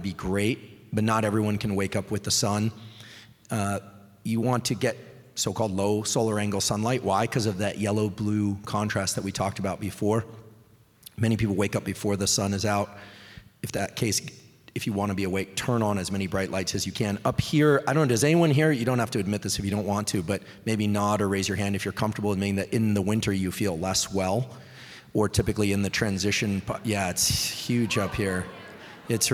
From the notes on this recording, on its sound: LIVE EVENT Q&A. Question & Answer in Seattle, WA.